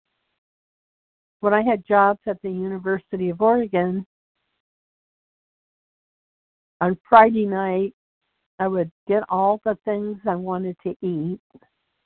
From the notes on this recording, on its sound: 100 Pounders Phone Meeting